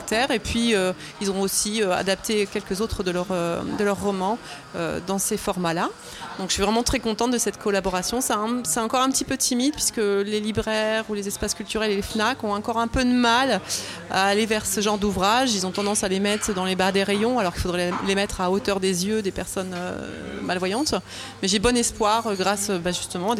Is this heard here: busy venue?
yes